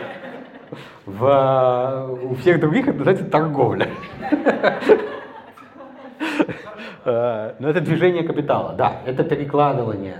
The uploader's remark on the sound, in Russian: Лекцию в рамках Hume Welcome Days в Ереване. Это запись лекции.